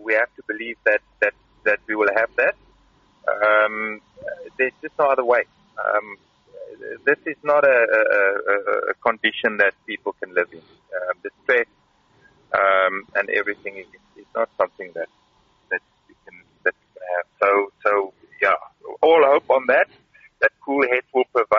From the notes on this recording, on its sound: while driving out of the country